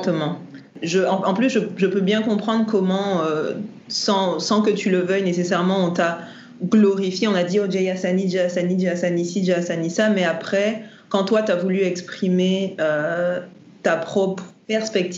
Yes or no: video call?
yes